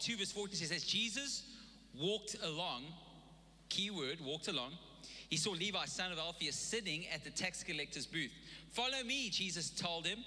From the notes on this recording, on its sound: Recorded live on Sunday the 31st October 2021